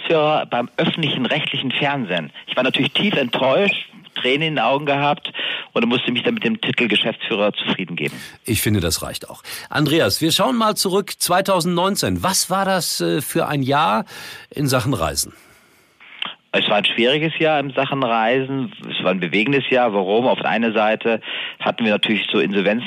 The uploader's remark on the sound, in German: im Telefoninterview